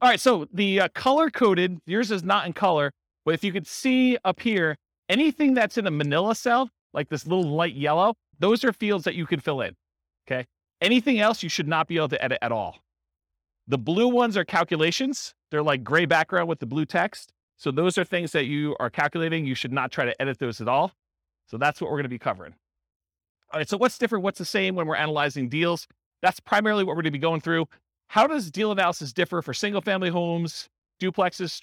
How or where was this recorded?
live audience